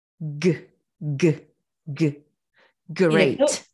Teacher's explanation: 今、グッグって言ったとき、うって聞こえないですよね